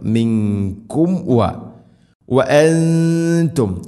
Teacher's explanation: സാക്കിന മീമിന് ശേഷം വ വരുമ്പോൾ രണ്ട് ചുണ്ടുകൾ തമ്മിൽ തട്ടിച്ച് മീമിനെ പൂർണ്ണമാക്കണം